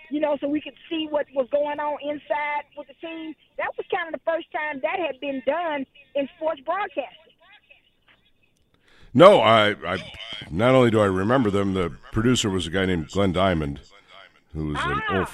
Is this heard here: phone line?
yes